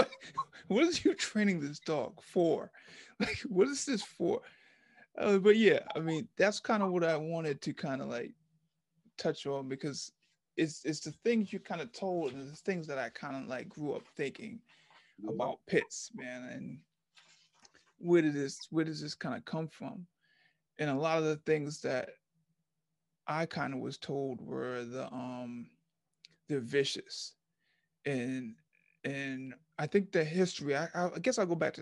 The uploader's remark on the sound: Zoom social distancing.